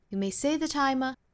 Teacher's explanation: 那前面我们可以做弱读，所以说读的相对来说比较快